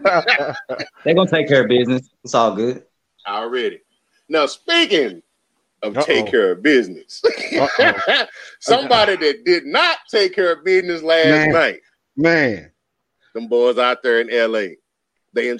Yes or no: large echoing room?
no